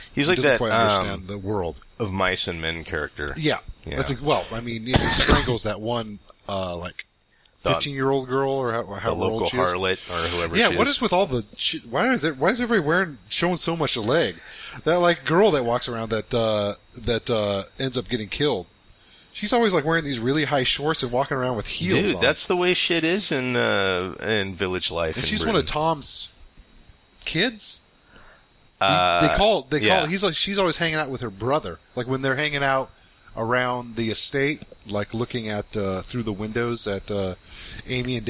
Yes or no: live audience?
no